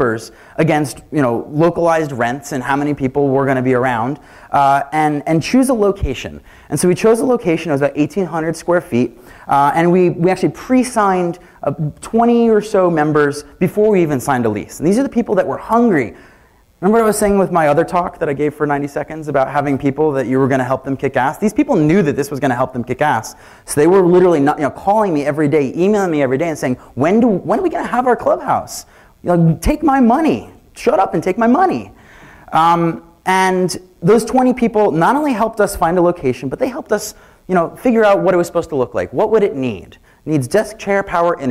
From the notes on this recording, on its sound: Keynote from "Queen City Merge" conference (full recording, unedited).